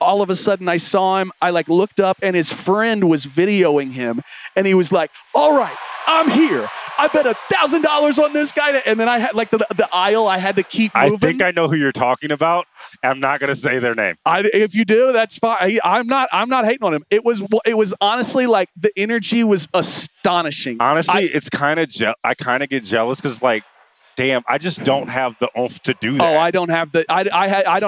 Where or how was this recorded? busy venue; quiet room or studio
busy venue